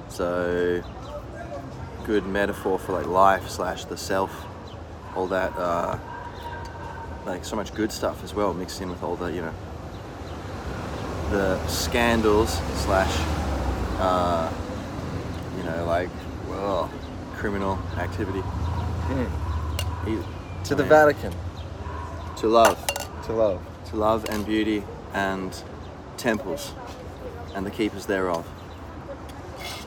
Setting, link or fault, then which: setting, outdoors